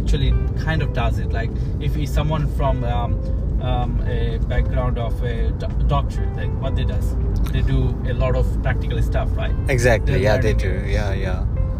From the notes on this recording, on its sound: Was discussing about university life with my friend while driving.